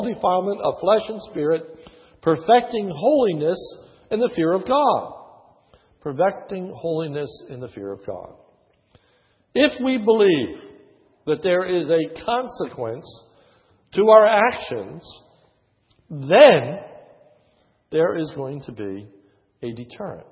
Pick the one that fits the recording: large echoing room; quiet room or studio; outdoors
large echoing room